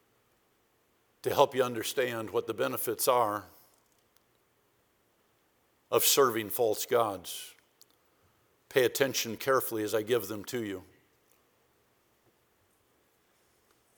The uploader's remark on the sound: for the 2021 Spiritual Awakening Conference from the chapel platform of Baptist College of Ministry